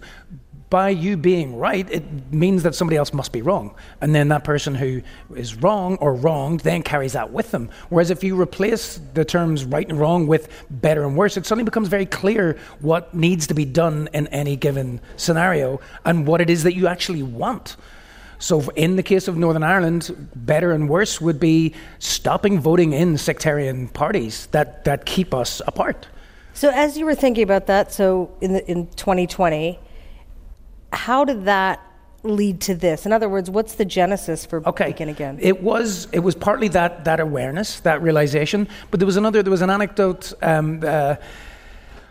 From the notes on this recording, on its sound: on stage at the Toronto Reference Library's Bram and Bluma Appel Salon